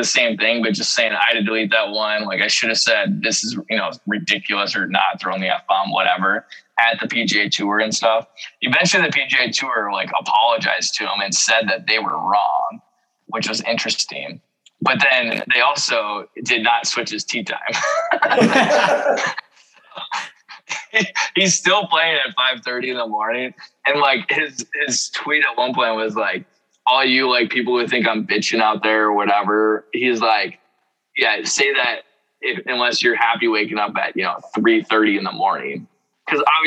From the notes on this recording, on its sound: The whole gang is back via zoom